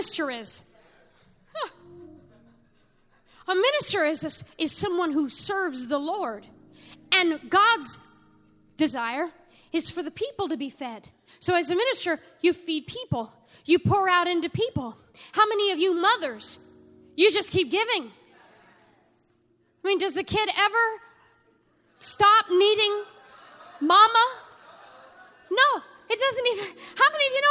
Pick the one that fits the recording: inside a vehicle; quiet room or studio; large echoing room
large echoing room